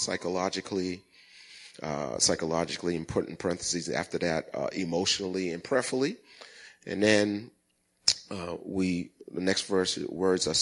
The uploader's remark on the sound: Recorded at the 08:30am Sermon on 2016-12-11.